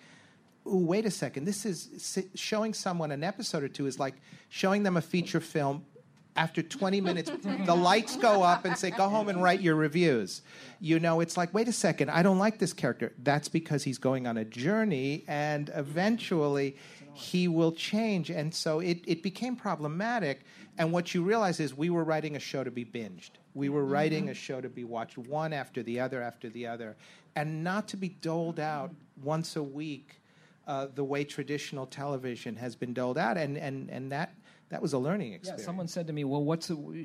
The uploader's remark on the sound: Two rounds in this live episode because not everyone could fit on the stage at once! Recorded live at LA Podfest.